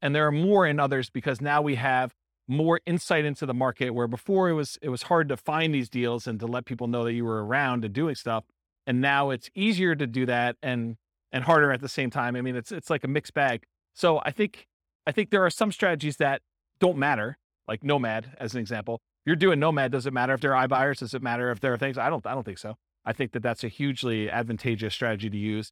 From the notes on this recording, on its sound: This was a live class recorded